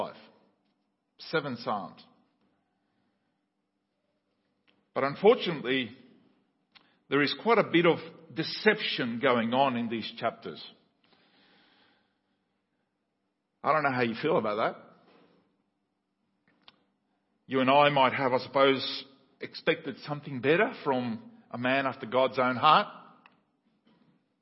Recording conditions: large echoing room